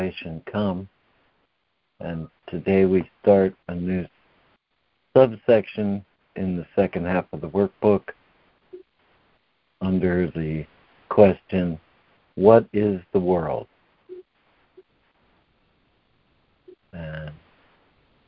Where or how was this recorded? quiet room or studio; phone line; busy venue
phone line